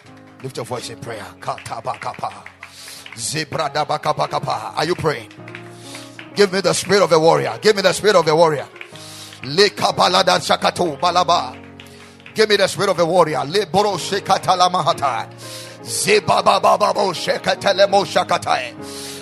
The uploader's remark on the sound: Preached at the Ekklesia Chapel